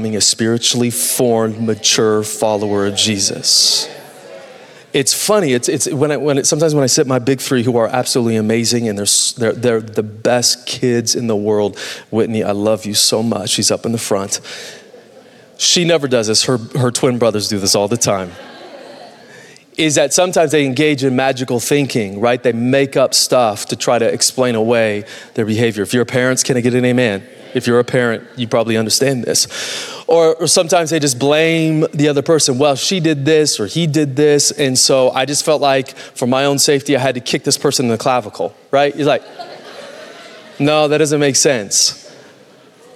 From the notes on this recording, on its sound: Recorded Live at Capital Church in Meridian, Idaho